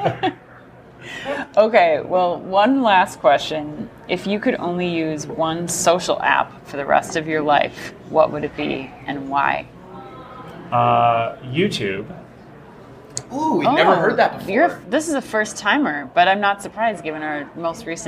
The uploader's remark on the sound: Live From Groceryshop.